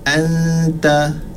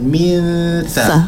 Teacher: Huruf ta di belakang gigi, huruf sa dia di antara gigi.